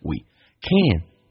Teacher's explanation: we 长元音可以近似于读短元音